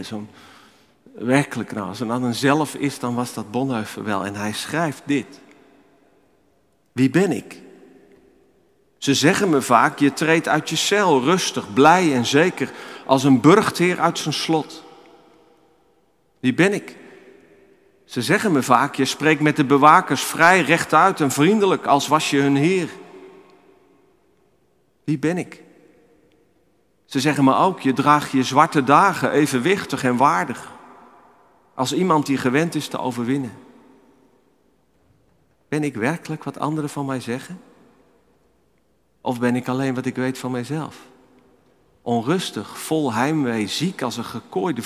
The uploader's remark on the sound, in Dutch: Opgenomen in de Noorderkerk te Amsterdam.